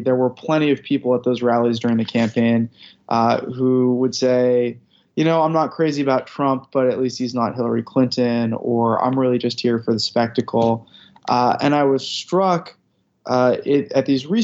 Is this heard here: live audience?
no